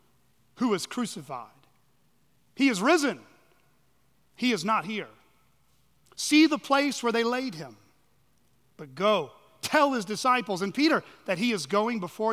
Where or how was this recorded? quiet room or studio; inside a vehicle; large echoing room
large echoing room